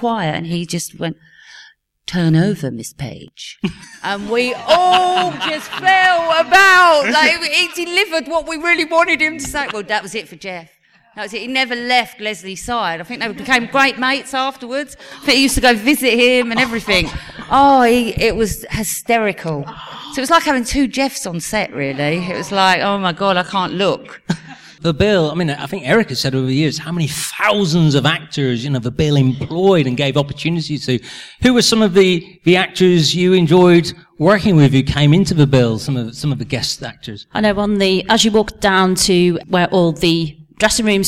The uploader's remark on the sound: The third and final part of highlights from The Bill Reunion 7. The Q&A takes centre stage in this finale. The audience asked the legends some great questions.